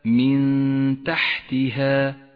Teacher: التجويد الحكم التالي هو حكم الإخفاء في قوله تعالى من تحتها جاءت النون الساكنة وبعدها حرف التاء تخفى النون بالتاء مع بقاء غنة للنون زمنها حركتان